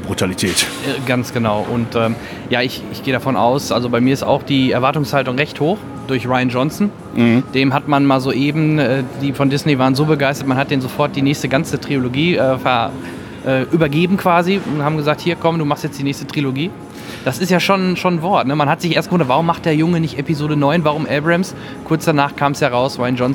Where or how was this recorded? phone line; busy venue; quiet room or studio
busy venue